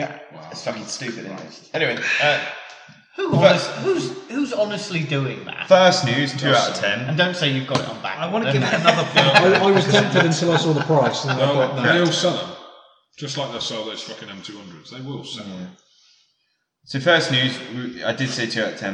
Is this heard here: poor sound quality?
yes